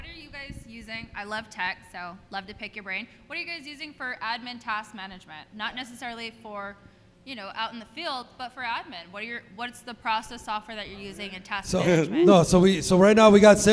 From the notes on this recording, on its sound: Recorded live at Rozalado HQ in Chicago. Speak to an audience of Cleaning Business Entrepreneurs.